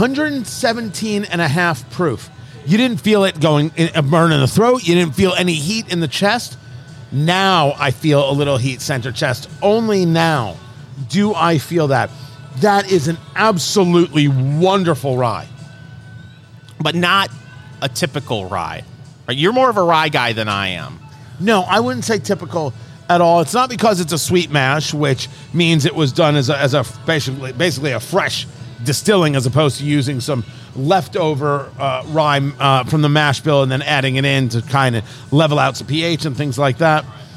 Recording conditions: busy venue